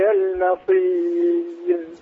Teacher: لما قلت المصير أيضا رققت الميم فخمت الصاد